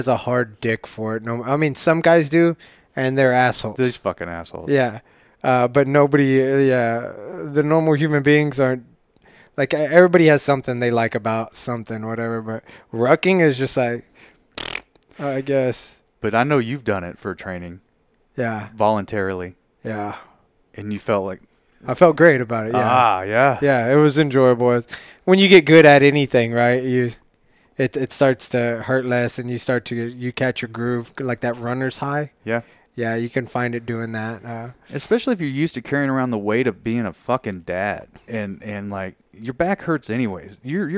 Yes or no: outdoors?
no